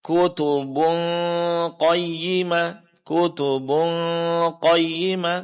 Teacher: tanwin bertemu dengan huruf qaf, ini adalah dengung ikhfa ya, jangan lupa di sini dengungnya ditebalkan